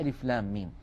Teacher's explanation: بعدها ميم ساكنة، لام آخرها ميم ساكنة وميم أولها ميم مكسورة، فندغم الميم الساكنة في الميم المتحركة · Term: مد لازم حرفي